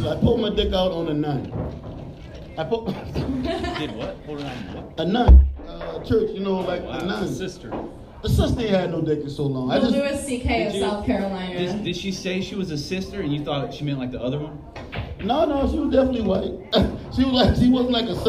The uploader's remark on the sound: Recorded live at the SandBar in Irmo SC.